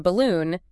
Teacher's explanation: with B, your vocal cords are vibrating, buzzing during that burst · Term: voiced counterpart